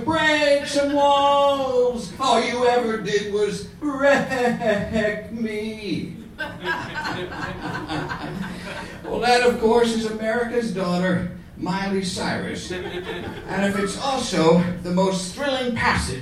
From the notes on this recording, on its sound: A gigantic live show at Brooklyn’s Union Hall.